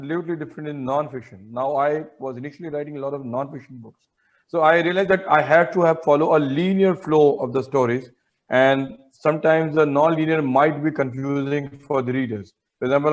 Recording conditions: video call